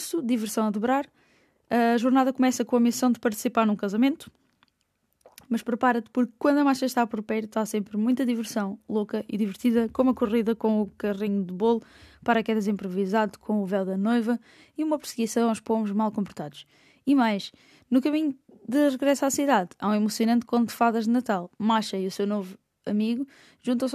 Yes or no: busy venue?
no